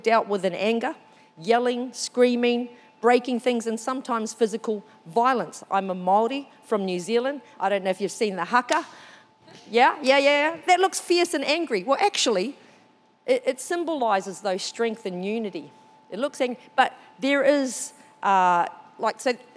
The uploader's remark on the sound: This was recorded during our 9am service on the 6th of November 2022